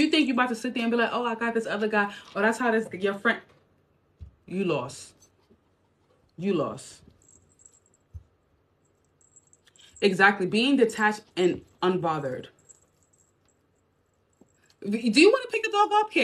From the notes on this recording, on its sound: TIK TOK LIVE. This live was a bit laggy.